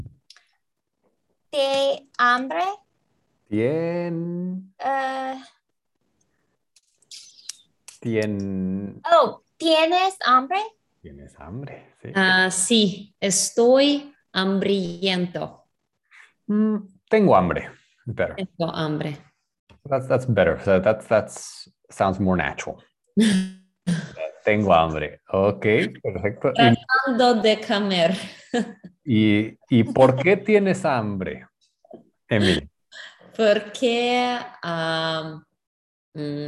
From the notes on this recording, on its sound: Spanish Class on Zoom.